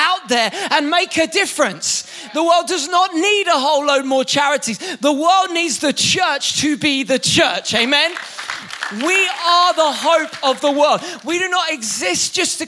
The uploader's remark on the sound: Recorded live at the Chesterfield Campus this is the message from the evening service on the 17th November 19.